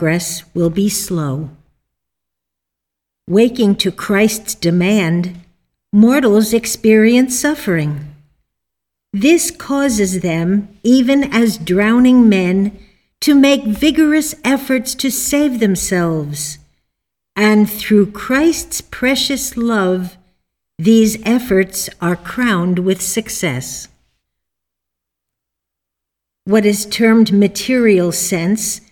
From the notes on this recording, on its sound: The Sunday service audio.